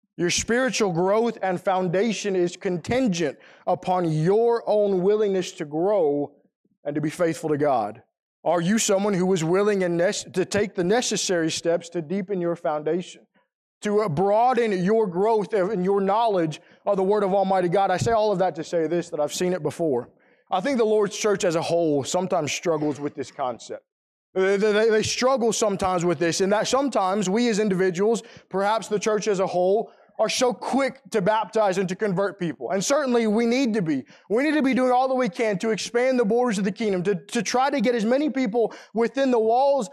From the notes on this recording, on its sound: Preached during the AM worship service at the Roanoke CofC.